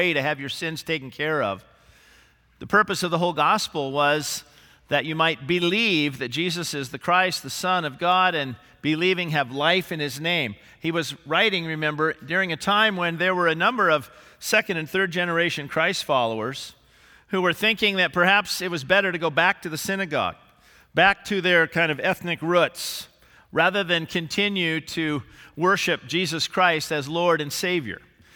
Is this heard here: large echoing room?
yes